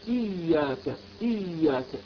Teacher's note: اكسر الهمزة كسرا كامل، خلص كسرة الهمزة في إياك نعبد وإياك نستعين